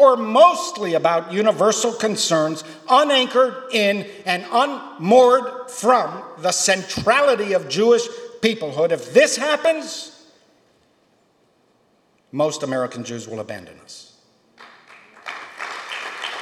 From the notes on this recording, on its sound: keynote speech from Re-CHARGING Reform Judaism, a historic grassroots gathering of some 300 Reform leaders at Stephen Wise Free Synagogue